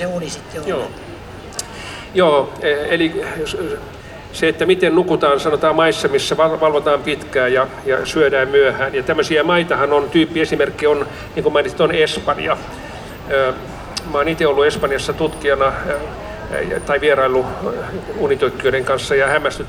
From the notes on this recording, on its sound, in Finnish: … Espan lavalla 27.7.2019. Helsingin Lähiradio 100,3MHz.